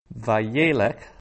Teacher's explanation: Notice the accent there is on that second last syllable, the penultimate syllable.